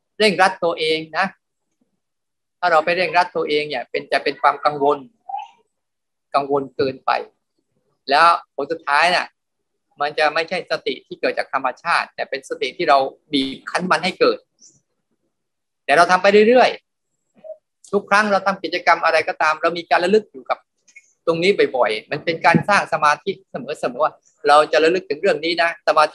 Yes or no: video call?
yes